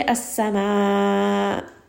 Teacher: So for example, if we are saying the word as-sama'i and I stop here, so I'm putting a sukoon on the hamza, I'm stopping here and I say as-sama. So here you can very barely hear that hamza. It is very hidden in between the mad. And the reason why it is hidden is because it is hard for us to switch from the lean, from the mad, which is coming from the jawf, and quickly go into the halq, which is where the hamza comes from.